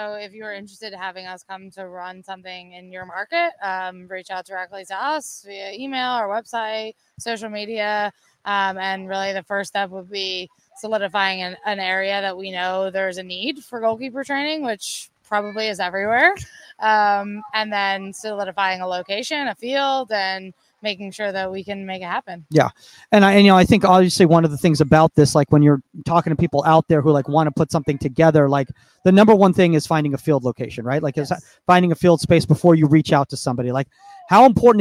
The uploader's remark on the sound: Live From TKI San Diego's Pro Clinic! How to record podcasts in torrential downpour.